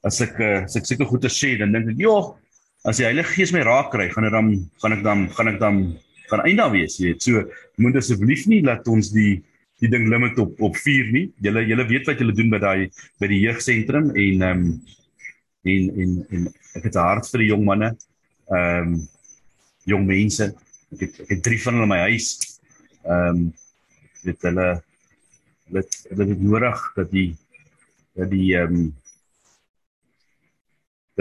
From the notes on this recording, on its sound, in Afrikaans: Zoom Byeenkoms 27 Januarie 2022